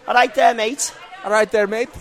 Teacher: very scratchy from the back of the throat · Term: Scouse